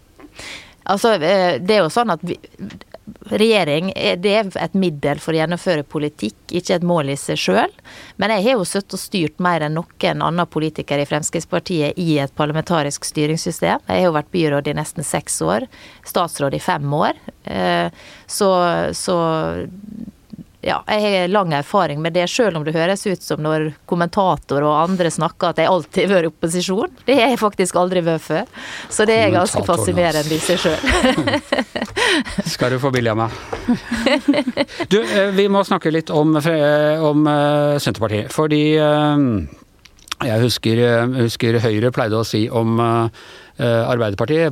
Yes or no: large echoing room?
no